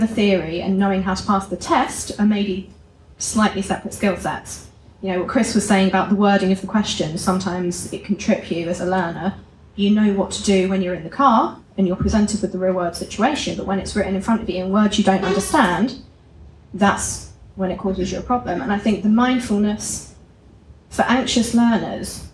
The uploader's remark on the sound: LIVE at the Expo. Both were recorded live at the Intelligent Instructor & ADINJC Expo. Live 'Expert Sessions'.